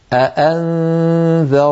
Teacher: لابد في رواية حفص عن عاصم من تحقيق كلتا الهمزتين